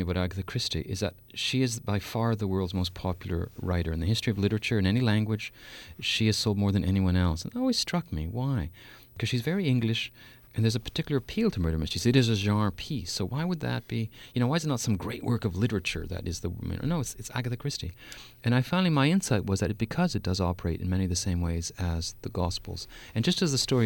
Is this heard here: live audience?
no